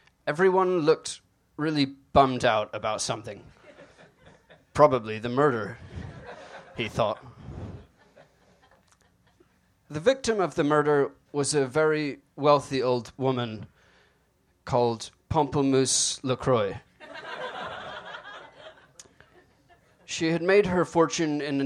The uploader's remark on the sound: Book Club is a comedy variety show. Live sound and recording by Harry Scott. Recorded live January 27, 2018 at Union Hall.